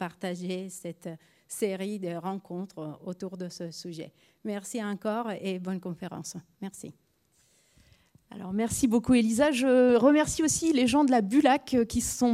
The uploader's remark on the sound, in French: Conférence enregistrée le 25 octobre 2023.